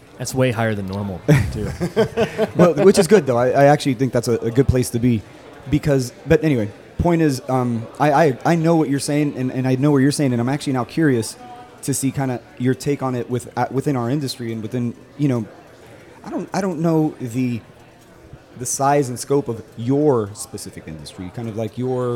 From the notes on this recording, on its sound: We bring you conversations recorded at the Geraci Broker Exchange conference in Dallas.